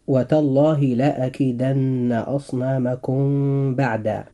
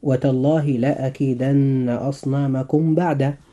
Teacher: فإذا وقعت الباء بعد الميم الساكنة أخفيت الميم · Shown in: first take · ويسمى ذلك إخفاء شفويا لخروجهما، أي خروج الميم والباء من الشفتين. · Term: الإخفاء الشفوي